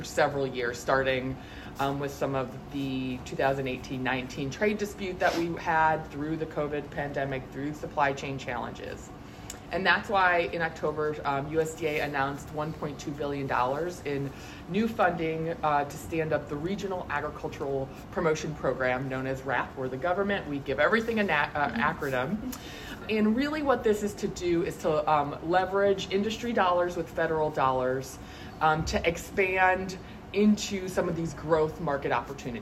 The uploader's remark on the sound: Attended the International Production & Processing Expo, or IPPE, in Atlanta, and participated in a news conference. With the small group of journalists in attendance.